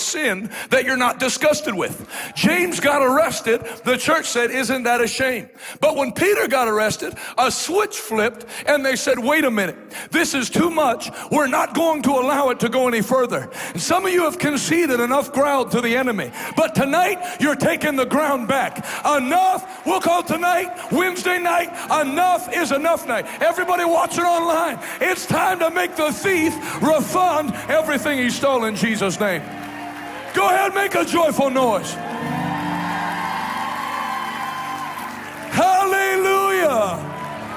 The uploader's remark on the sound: LIVE in Harlingen, Texas Night 2